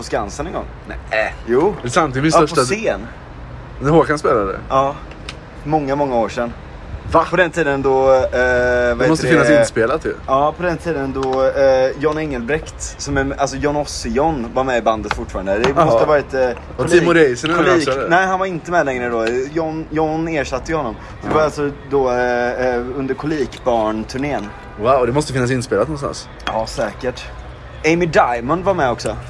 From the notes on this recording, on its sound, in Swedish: Dåligt ljud, avsnittet är inspelat på en takterass med massa pastis och cigg i kroppen och tutande bilar som bidrar till kaoset i denna episod.